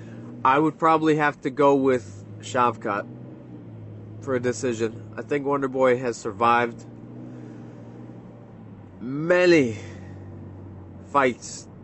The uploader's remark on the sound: from the car